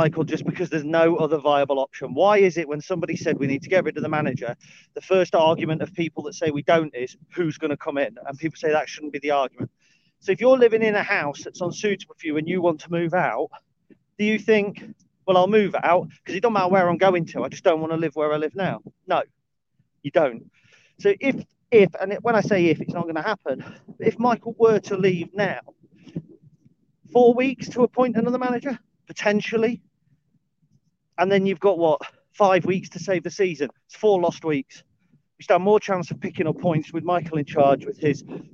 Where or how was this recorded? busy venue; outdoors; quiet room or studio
outdoors